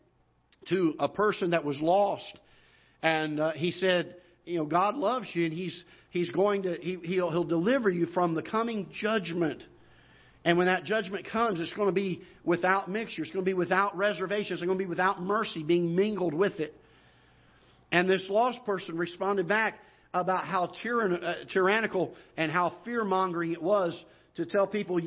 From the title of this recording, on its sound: Ketha Heights Baptist Church ~ Live Broadcast